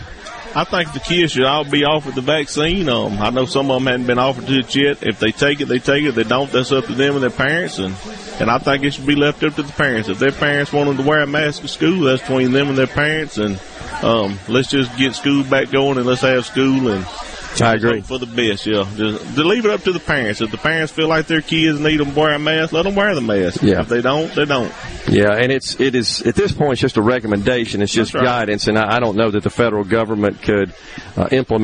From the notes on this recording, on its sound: The JT Show is LIVE from the Neshoba County Fair